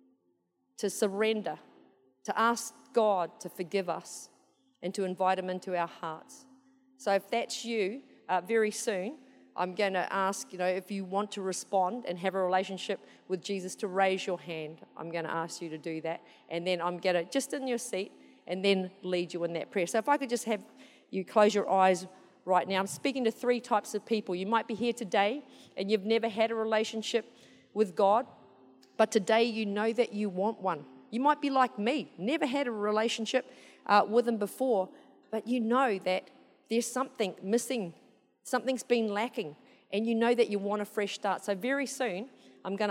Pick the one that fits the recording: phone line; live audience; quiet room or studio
live audience